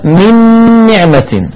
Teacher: أدغمنا النون في النون فيكون النطق بنون مشددة وهو إدغام كامل، لذلك قد جردت النون الأولى من السكون وشددت النون الثانية.